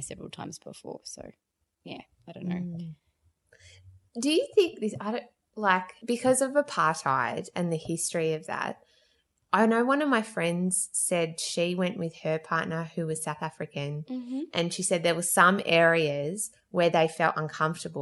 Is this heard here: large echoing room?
no